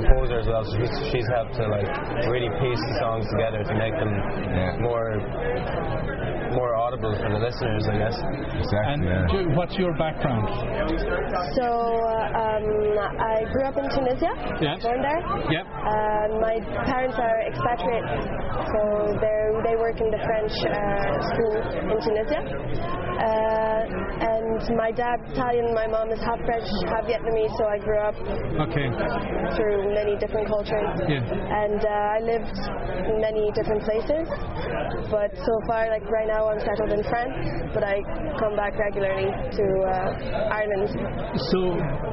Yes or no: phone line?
no